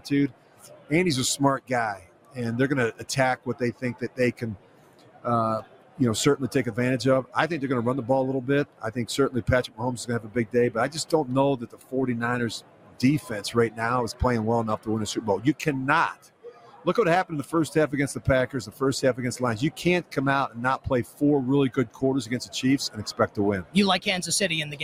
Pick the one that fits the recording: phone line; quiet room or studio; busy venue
busy venue